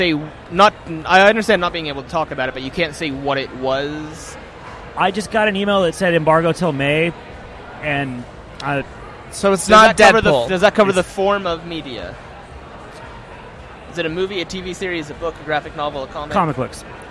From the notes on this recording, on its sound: broadcast live cdom Wondercon 2018 in Anaheim